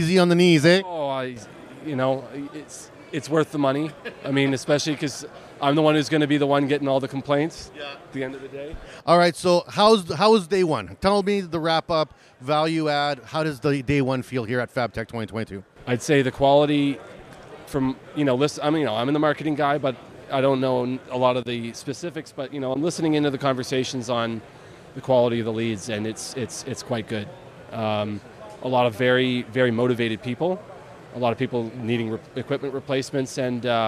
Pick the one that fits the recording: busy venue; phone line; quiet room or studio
busy venue